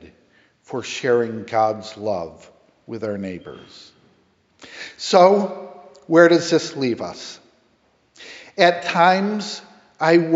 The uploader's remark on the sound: Sermon preached 9/22 at Grace Episcopal Church in Hartford, CT